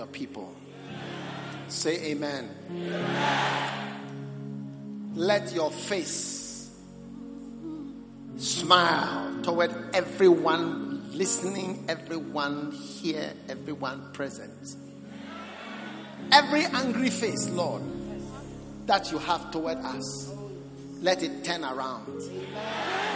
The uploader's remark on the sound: Preached at the Prophetic Encounter Service.